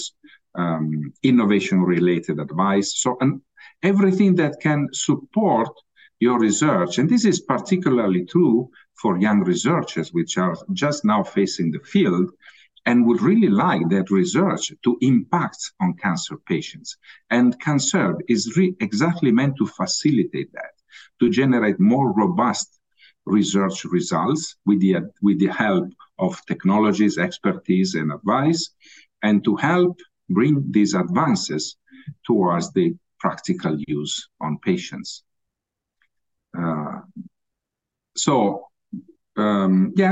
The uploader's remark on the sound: Originally a live webinar.